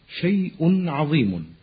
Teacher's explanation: ويمكن معرفة نون التنوين من النطق بالفتحتين أو الكسرتين أو الضمتين، مثل كلمة شيء، فإذا قلت مثلا شيء عظيم فإنك تلاحظ أنه تولدت عن الضمتين في آخر كلمة شيء نون ساكنة، لكن هذه النون لا تكتب وكذلك لا تظهر إذا وقفت، لأن الوقف على الكلمات يكون بالسكون.